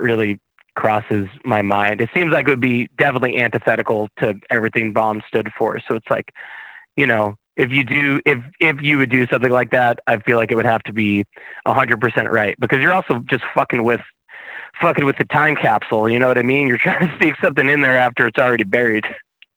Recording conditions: phone line